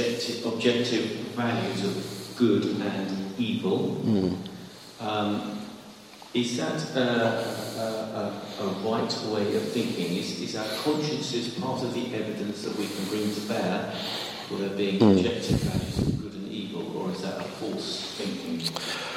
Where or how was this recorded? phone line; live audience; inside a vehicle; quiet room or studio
live audience